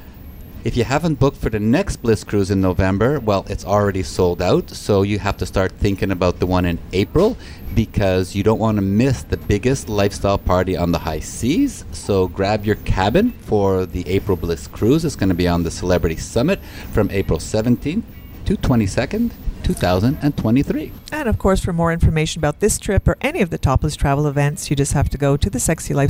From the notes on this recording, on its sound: Join us on location at Hedonism II Resorts in Jamaica.